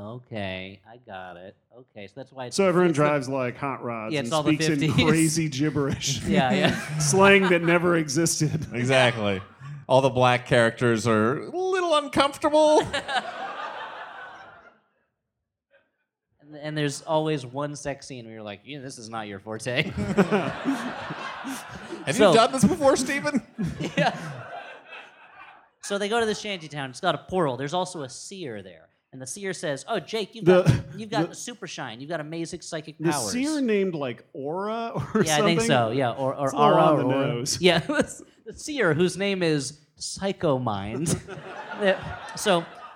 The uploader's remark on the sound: We continue to exploit our vault of unreleased live shows